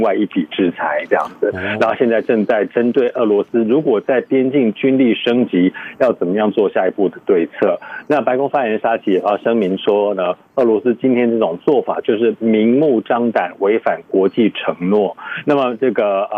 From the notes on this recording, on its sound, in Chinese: 連線美國之音白宮記者。傳遞來自華府的第一手報導。